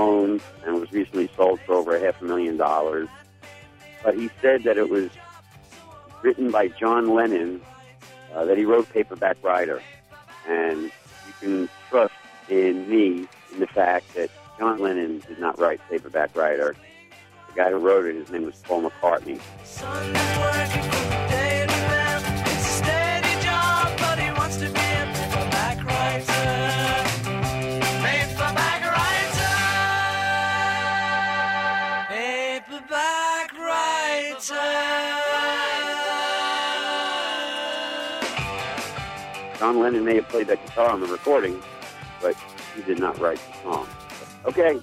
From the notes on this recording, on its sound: on the ground at the annual SXSW conference in Austin, Texas